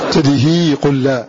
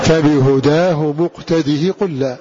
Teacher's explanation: فبهداه مقتديه قل لا فذكر أن ابن الأكوان قرأ بمد هذه الهاء فلا تمد أكثر من ذلك حركتين فبهداه مقتديه قل لا. وقرأ ابن الأكوان بخلف عنه بمد الهاء أي إشباع حركتها حتى يتولد منها حرف مد · Shown in: first take